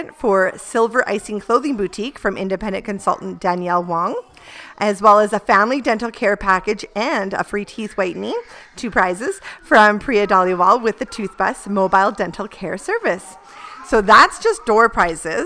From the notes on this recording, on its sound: To celebrate, they’ve gathered past and future guests and experts from the podcast along with a bunch of local moms and their little ones for a super fun social lunch. This episode was recorded live on location during the celebration!!